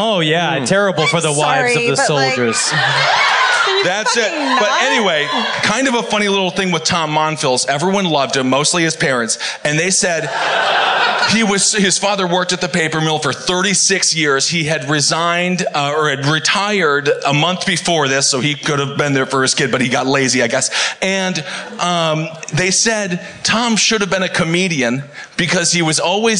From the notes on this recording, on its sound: Live at The Bell House. On a live episode of My Favorite Murder in Brooklyn.